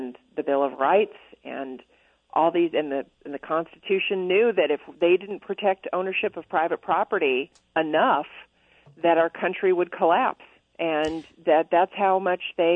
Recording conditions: phone line